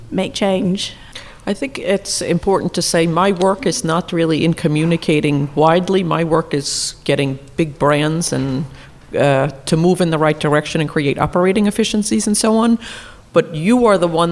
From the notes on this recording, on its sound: Recorded in the Knightsbridge store of Harvey Nichols